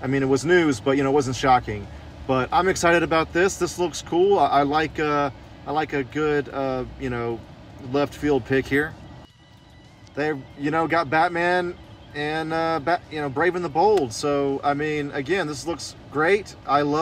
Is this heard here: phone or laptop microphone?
yes